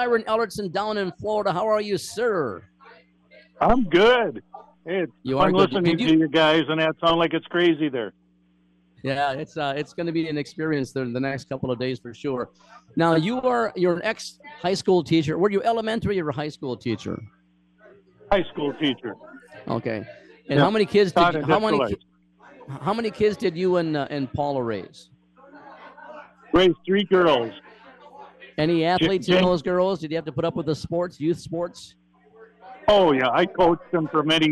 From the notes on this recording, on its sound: does the show live from a Ballard's on Lake of the Woods